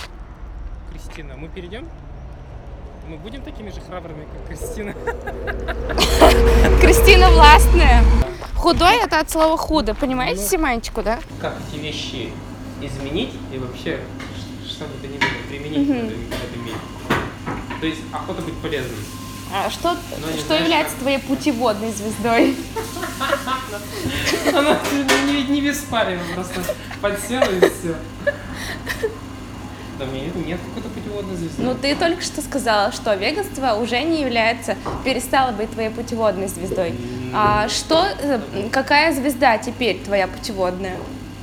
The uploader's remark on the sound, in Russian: Вырезанные из прошлого минуты, между закрытием смены в lemon tree и дорогой домой. Под звуки дребезжания кофемашины, воды из под крана, движение дорог.